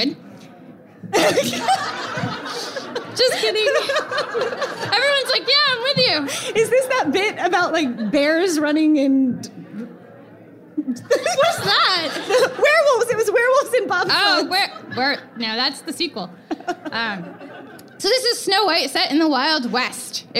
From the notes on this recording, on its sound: Recorded live at Book Riot Live 2015 in NYC!